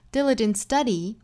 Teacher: diligent 尾部的 t 的发音也不发了，后面遇到辅音了，这里面 t 的为了这个更顺畅的发音呢，我们把它省略掉。Diligent study,停顿 is one day with a great teacher.